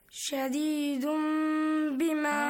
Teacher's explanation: You change the tanween to mim and then hide the mim sound. · Term: إقلاب